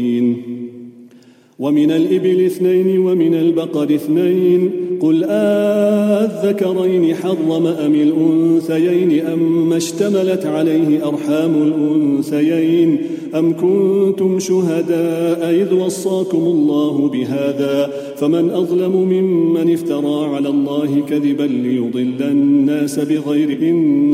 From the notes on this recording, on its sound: Taraweeh Salaah at the Houghton Masjid (West Street)